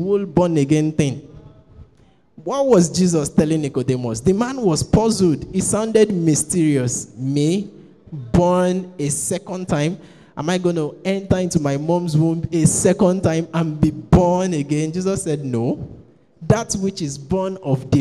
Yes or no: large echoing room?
yes